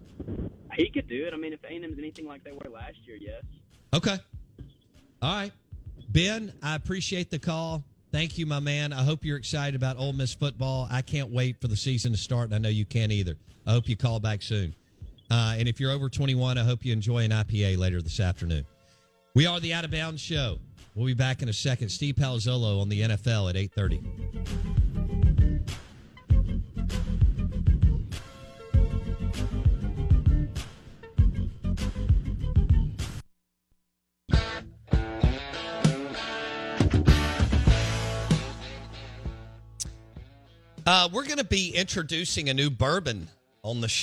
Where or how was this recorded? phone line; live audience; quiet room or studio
phone line